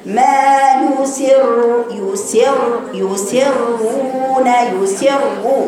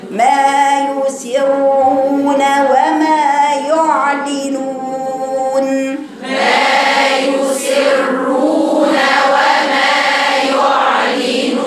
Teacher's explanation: الراء مفخمة مرتين، راء ساكنة مفخمة وراء مضمومة مفخمة. ما يسر يسر يسرون يسروا، مش يسر الأولى، ما تقرأيش الراء الأولى ساكنة رقيقة، الراء الاثنين مفخمتين.